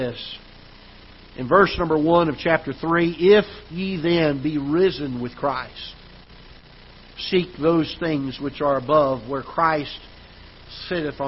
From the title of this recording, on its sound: Ketha Heights Baptist Church ~ Live Broadcast